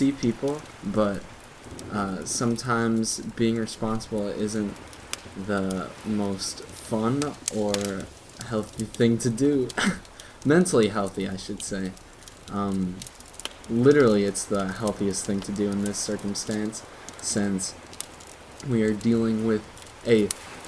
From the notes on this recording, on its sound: all with wave noises and campfire sounds play in the background